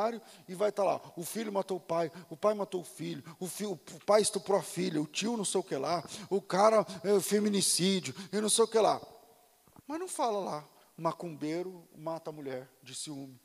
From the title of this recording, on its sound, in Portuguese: Culto ao vivo